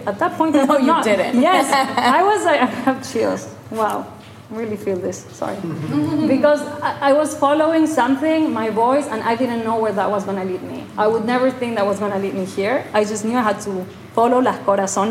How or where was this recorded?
live audience